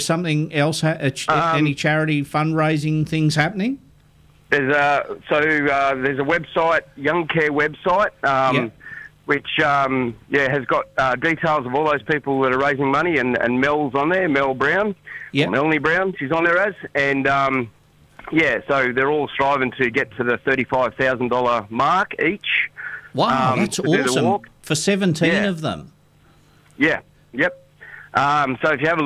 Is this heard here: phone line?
yes